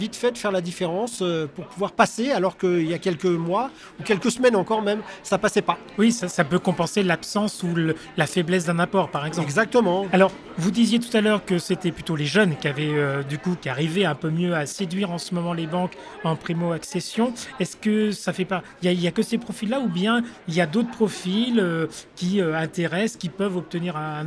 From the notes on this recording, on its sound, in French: Cet épisode a été enregistré en live lors de Immo, le congrès de la FNAIM 2023.